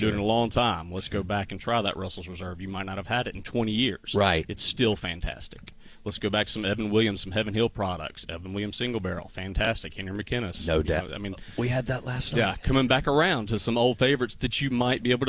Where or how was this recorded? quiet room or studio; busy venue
busy venue